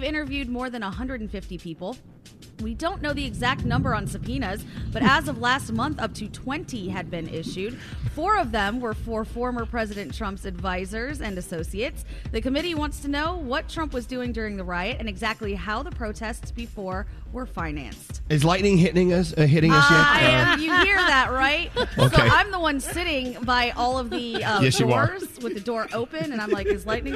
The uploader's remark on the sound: LIVE from Fontainebleau Miami Beach!